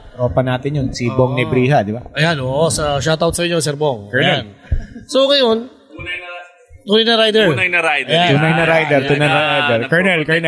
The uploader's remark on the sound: Live at Motora Azul Cafe Lounge 1955.